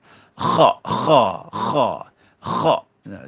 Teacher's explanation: huruf kha, kha, makhrajnya di luar kerongkong. Jadi kha, macam kita berkahak tu.